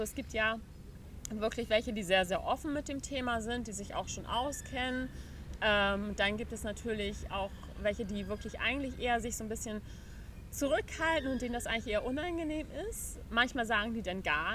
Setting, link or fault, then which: setting, outdoors